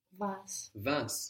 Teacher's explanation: We have the W sounding like a V